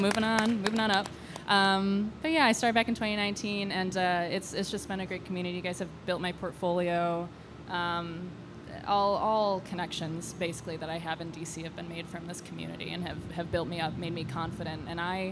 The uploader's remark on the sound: This special edition of The DrinkMeet Podcast was made possible by the incredible team at Yours Truly Hotel in DC. They provided an incredible venue for us to host our first ever live panel conversation.